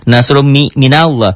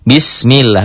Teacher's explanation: Lafadz Allah dibaca tabkhim, tebal berbunyi Allah, berbunyi O, tebal. · Shown in: first take · Ya, apabila sebelum lafadz Allahnya ada huruf yang berbaris di atas.